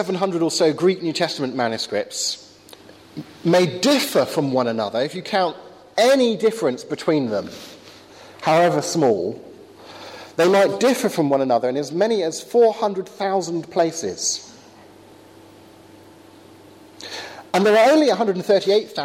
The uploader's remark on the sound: Talk with Q&A at Highfields Church Cardiff, 2012.